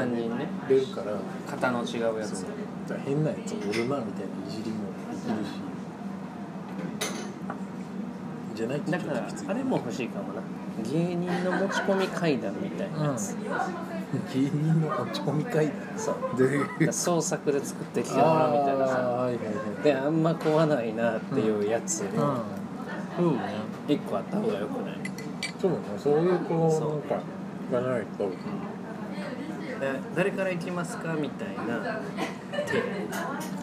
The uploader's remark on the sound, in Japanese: 居酒屋トークを録音してみるという試みです。未編集です。。